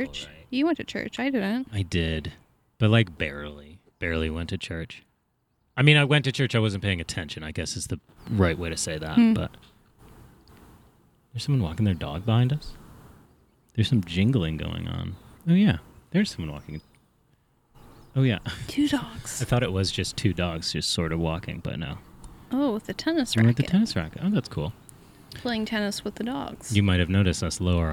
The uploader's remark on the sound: A very special episode that was recorded in a big empty field. The outside sounds aren't too noticeable.